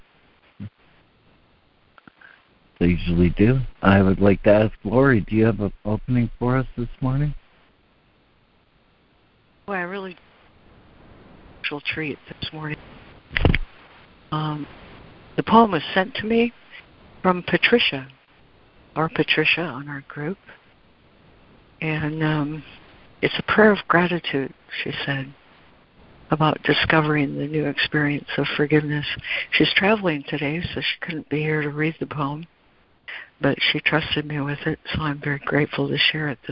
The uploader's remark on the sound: ACIM Daily Conference Call.